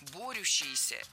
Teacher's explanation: ударение должно падать на первый слог